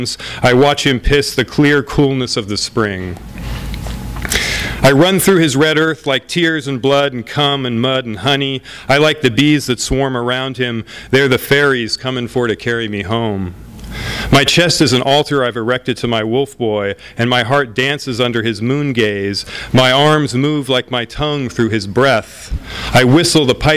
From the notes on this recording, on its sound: THIS EVENT WAS RECORDED LIVE AT SKYLIGHT BOOKS AUGUST 13, 2011.